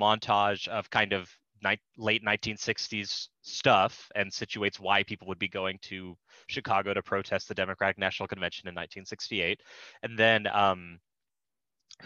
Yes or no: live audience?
no